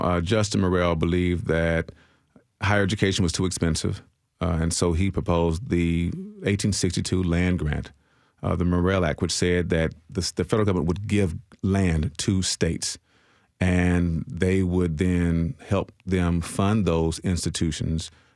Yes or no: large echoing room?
no